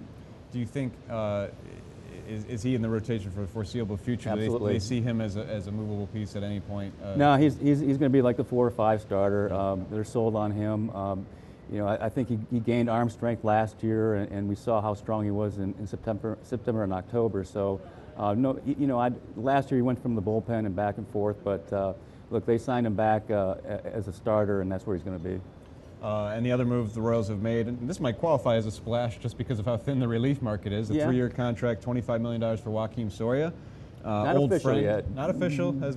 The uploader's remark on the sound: live in Nashville at the Winter Meetings